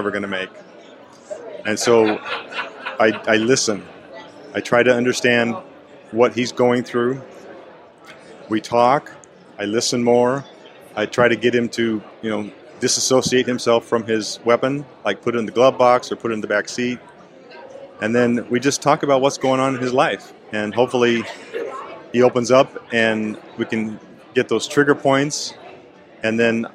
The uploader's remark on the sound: Here, we hit the road and have conversations. On location at the Peace Officers Research Association of California’s ( PORAC) 70th Annual Conference of Members in San Diego, California.